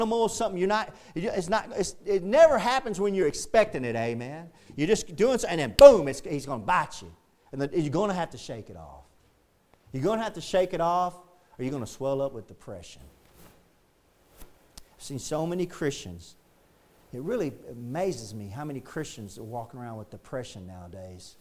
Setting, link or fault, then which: setting, large echoing room